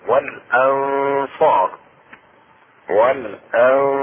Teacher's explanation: النون الساكنة إخفاؤها في كلمة واحدة مع الغنة · Term: إخفاء